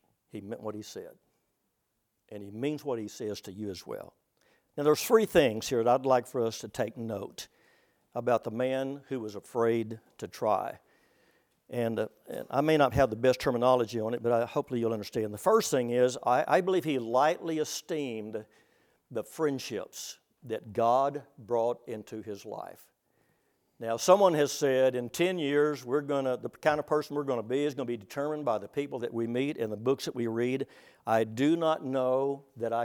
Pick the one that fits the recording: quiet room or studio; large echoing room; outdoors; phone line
large echoing room